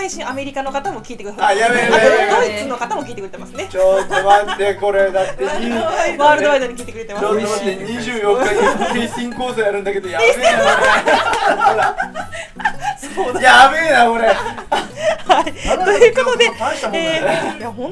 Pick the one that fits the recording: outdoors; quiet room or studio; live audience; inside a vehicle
live audience